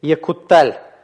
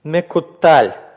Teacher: Если у нас в имперфекте «екутталь» последний гласный – это «патах», то в причастии происходит удлинение. Мекуталь. Последний гласный будет камец.